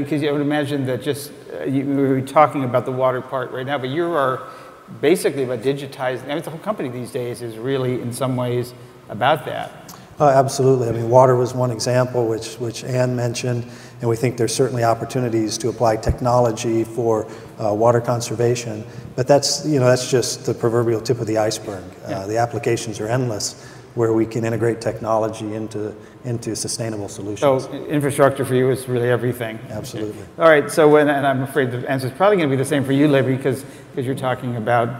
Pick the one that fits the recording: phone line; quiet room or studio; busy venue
busy venue